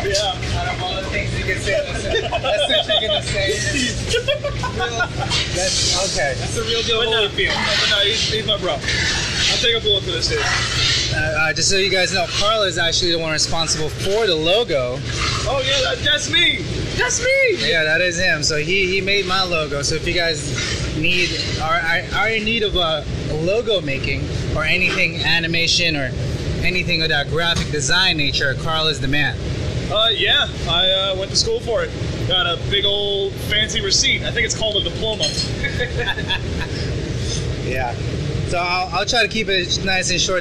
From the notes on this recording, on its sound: Live in the restaurant. Live on the line.